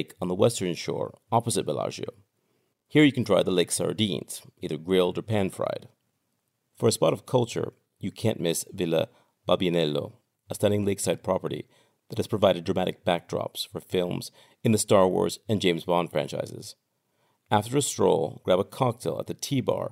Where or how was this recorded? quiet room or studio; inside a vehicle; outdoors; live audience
quiet room or studio